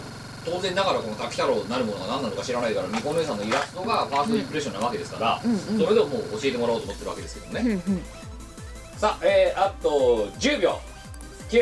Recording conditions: background noise